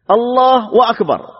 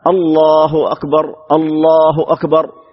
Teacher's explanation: الله أكبر، كلاهما خطأ. الله هم يشبعون الضمة، هذا من الأخطاء · Shown in: first take · Term: إشباع الضمة